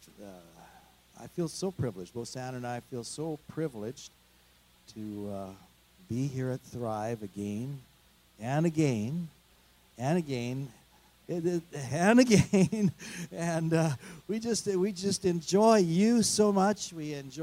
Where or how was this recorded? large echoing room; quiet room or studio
large echoing room